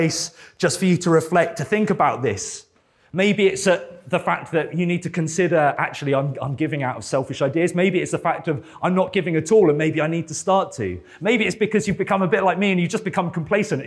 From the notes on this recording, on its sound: This sermon was preached at Welcome Baptist Church on Sunday 12th March 2023.